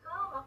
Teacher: É um processo fonológico, que a gente pega uma vogal e torna ela é, nasalizada por causa da consoante nasal · Term: nasalização regressivo